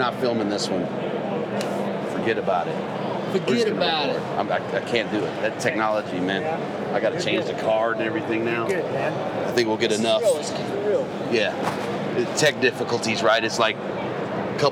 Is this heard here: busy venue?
yes